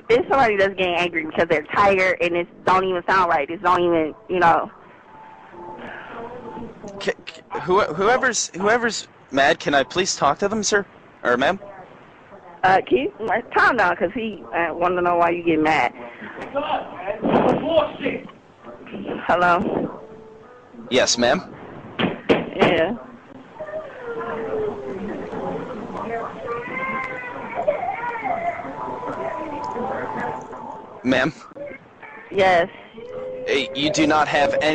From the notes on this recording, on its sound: Prank Phone Calls